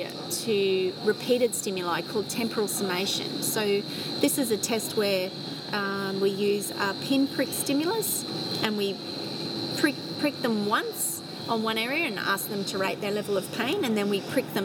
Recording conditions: sounds in the background